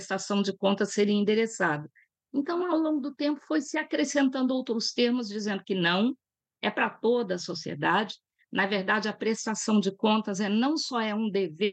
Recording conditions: video call